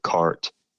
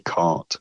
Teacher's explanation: both accents would have been rhotic, which means that in a word like cart, for instance, the r there before the consonant would have been pronounced. · Shown in: first take · So cart, which is obviously how Americans mostly still say it.